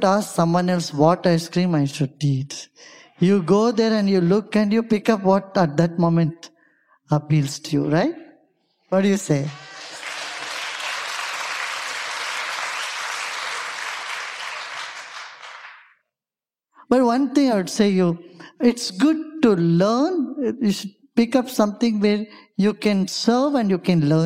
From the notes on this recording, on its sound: Live from Mindvalley's stage